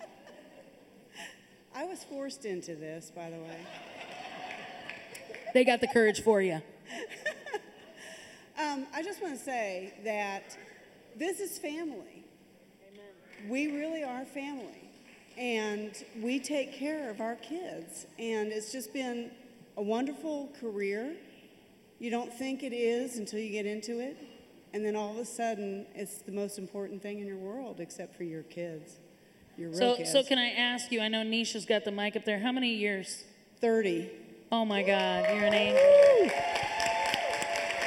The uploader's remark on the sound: This episode is the podcast conversion of our first ever live studio audience filming of Next Up at NxtGen Network’s event called Ignite.